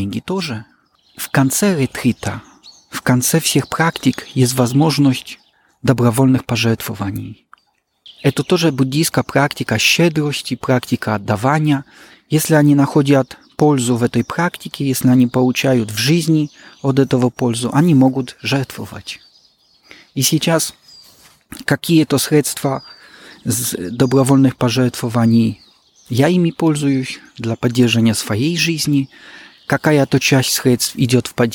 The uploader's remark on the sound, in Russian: записать интервью во время прогулки